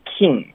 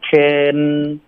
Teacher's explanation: Ken 不是 king，音的音不对，是 Ken，结尾舌尖顶上颚。 · Shown in: second take